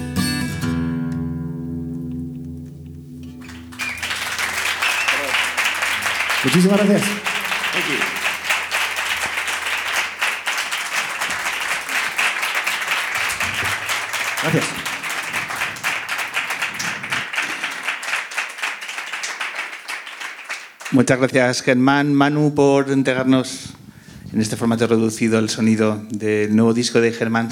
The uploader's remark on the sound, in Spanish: Muchas gracias a todos los que nos habéis podido acompañar en el Ámbito Cultural del Corte Inglés de Callao en la grabación de la #Luna377.